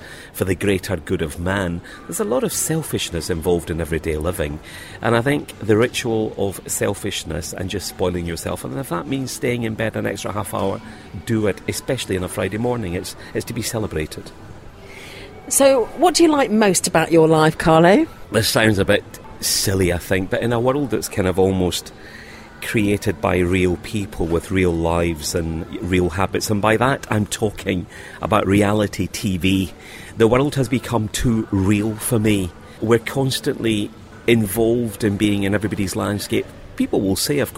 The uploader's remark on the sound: On Location interviews at the Sheraton Grand Hotel